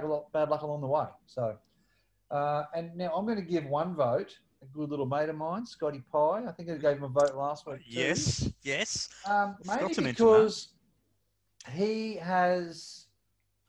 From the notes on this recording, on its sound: we jumped on Zoom